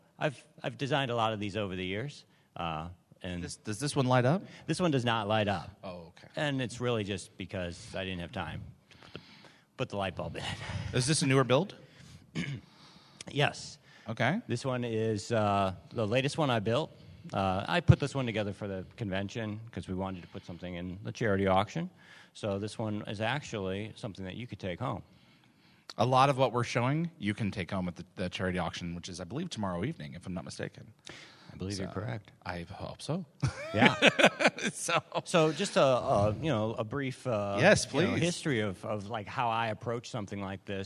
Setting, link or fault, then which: setting, live audience